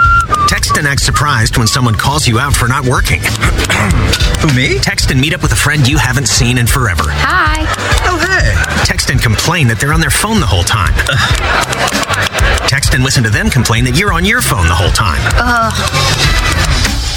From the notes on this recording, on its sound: Live from TJ's Catfish & Wings in Arlington, TX.